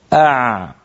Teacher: كيف أن لسان المزمار يعود إلى الخلف لما ننطق العين. مثلا نقول هكذا أع، رأيتم كيف رجع لسان المزمار أع. · Term: العين الفصيحة